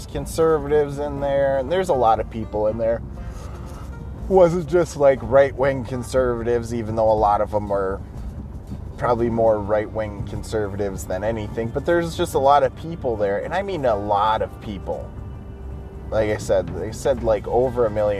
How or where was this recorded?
inside a vehicle